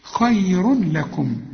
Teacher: كل تنوين في القرآن، التنوين اللي هو بيتولد من الضمتين دول، خير يجي بعده لام ما تغنش، خير لكم، إدغام كامل بدون غنة